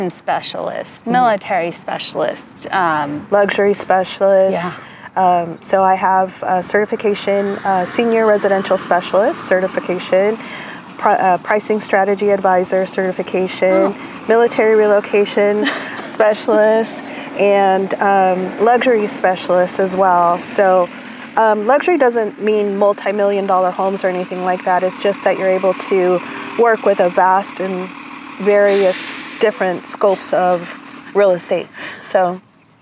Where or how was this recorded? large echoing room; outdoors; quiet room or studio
outdoors